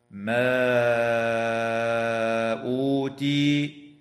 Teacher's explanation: وتمد الألف من قوله تعالى ما أوتي بمقدار 4 أو 5 حركات أيضا، ولكن من قبيل المد المنفصل